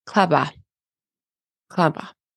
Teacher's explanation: Instead of saying "close the box," it sounds like this, "clubba, clubba." So they're saying "close the box," but they're blending the words together. There isn't boundaries between each of the words. · Term: lack of pauses